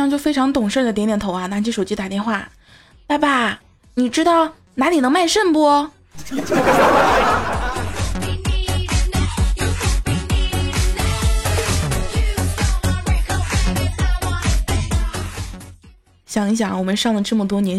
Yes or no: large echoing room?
no